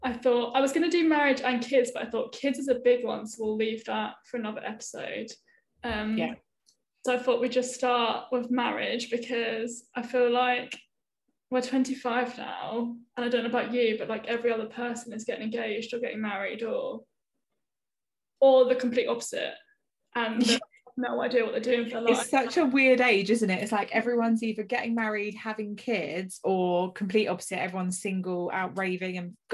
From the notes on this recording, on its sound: we do our first zoom podcast